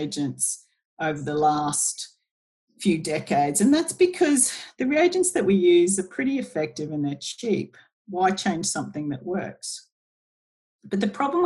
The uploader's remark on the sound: (via Zoom). Using the power of Zoom.